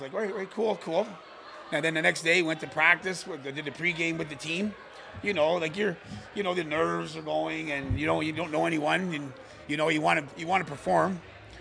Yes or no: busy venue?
yes